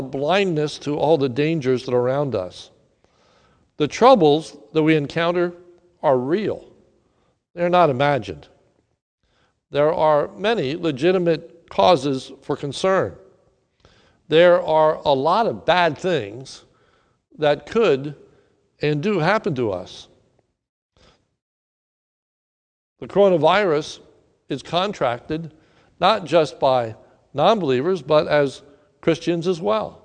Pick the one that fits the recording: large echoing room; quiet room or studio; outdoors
large echoing room